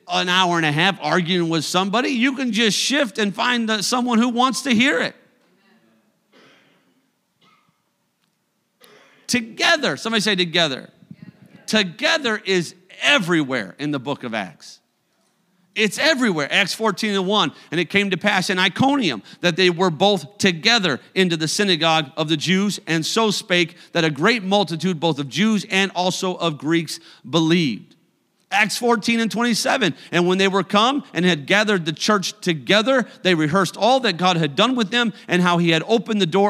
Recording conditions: large echoing room